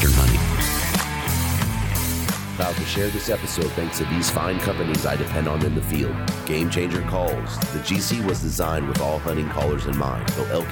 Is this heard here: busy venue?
yes